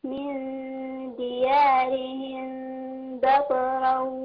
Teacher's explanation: ده إخفاء شفوي، ميم ساكنة وبعدها الباء، بخف الميم عند الباء